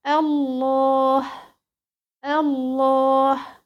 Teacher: اللام الساكنة الاولى باللام الثانية المفتوحة، فأضغمت فبقت مشددة، فأضغمت فبقت ليه عندنا تماثل، عندنا تماثل خلاص كده، فتبقى الله الله.